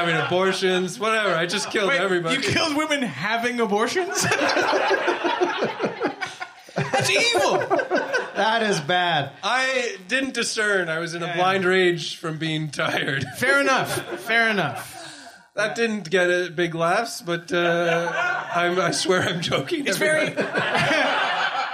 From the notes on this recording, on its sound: Evil Men Live: A Halloween Frightmare! In front of a sold out crowd at Comedy Bar in Toronto. NOTE: There is a bit of a microphone buzzing noise for the first 15 minutes or so of the episode.